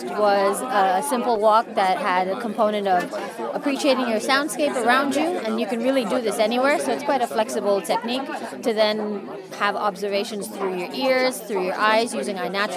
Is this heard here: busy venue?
yes